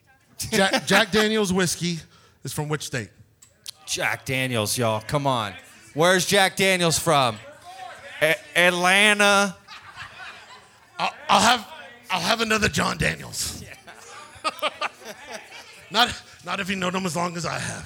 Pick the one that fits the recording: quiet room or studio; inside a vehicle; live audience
live audience